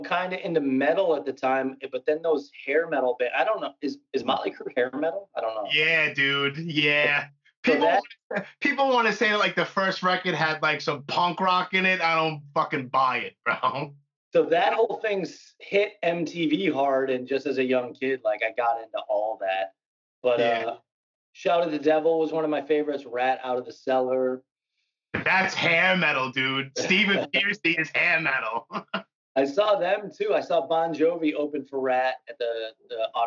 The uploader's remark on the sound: In the meantime, we did an episode via Skype.